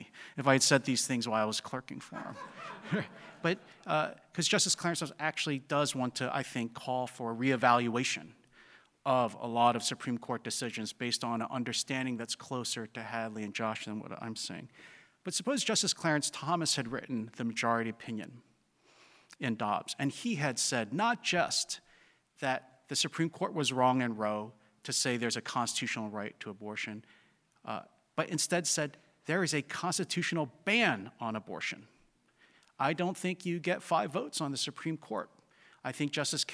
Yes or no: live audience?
yes